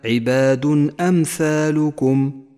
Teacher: يظهر التنوين إذا جاءت بعده همزة من غير غنة أو تشديد · Term: الإظهار